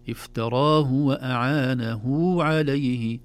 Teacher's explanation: أعانه كأنها هاء وبعدها واو، هذا يسمونها هاء الصلة